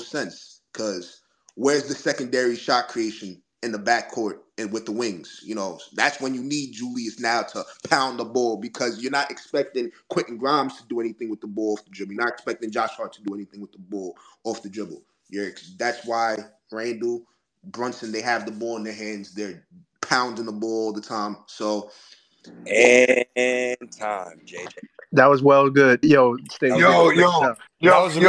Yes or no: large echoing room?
no